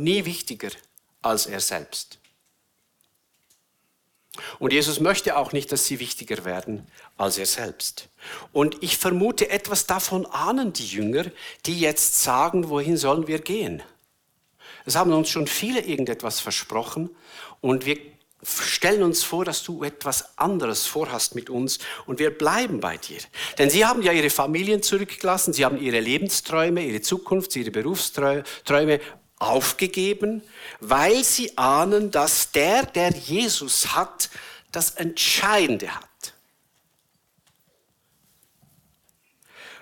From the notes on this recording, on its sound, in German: Eine Predigt der BewegungPlus Burgdorf